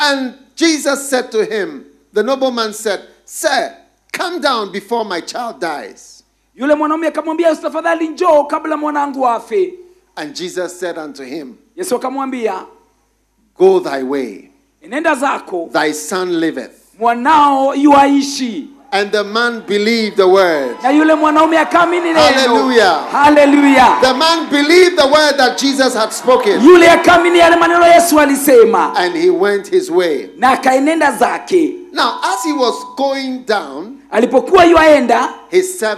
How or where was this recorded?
live audience